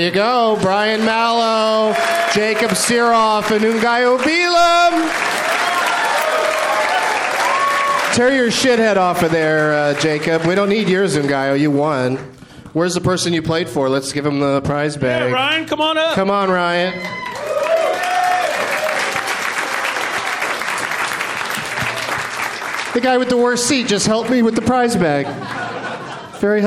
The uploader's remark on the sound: Live from Goodnights Comedy Club in Raleigh, NC